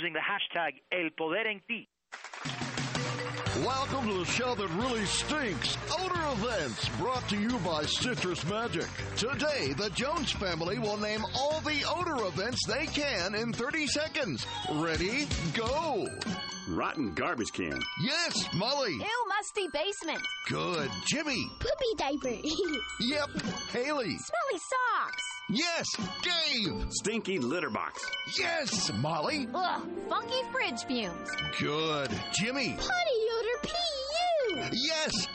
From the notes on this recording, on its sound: take phone calls from listeners with health concerns!